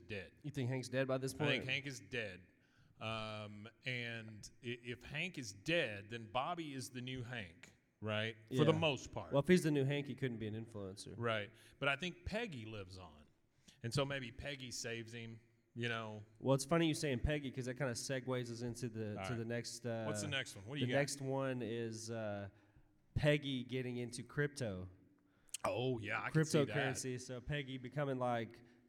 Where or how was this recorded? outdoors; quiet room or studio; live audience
live audience